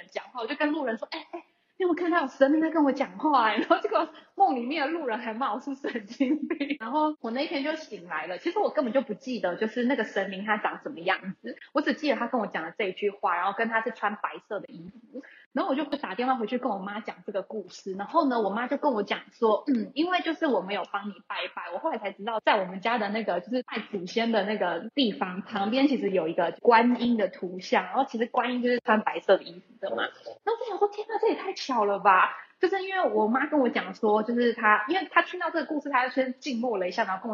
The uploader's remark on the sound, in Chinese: 因疫情關係遠端錄音，追求完美音質者可以不要聽沒關係